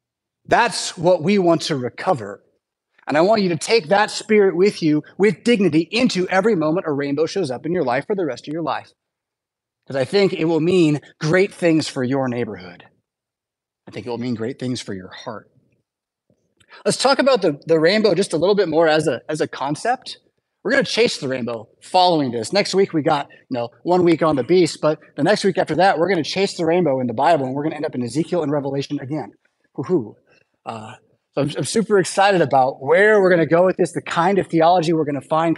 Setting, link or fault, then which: setting, large echoing room